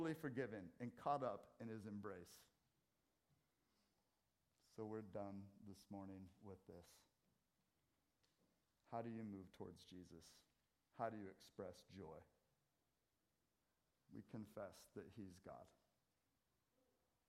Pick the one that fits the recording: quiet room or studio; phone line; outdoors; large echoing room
large echoing room